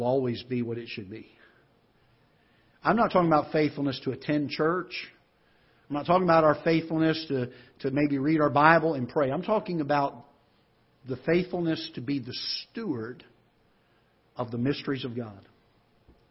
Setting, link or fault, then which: setting, large echoing room